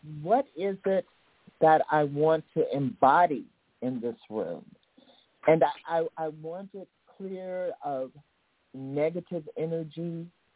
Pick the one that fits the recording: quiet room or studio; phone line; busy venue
phone line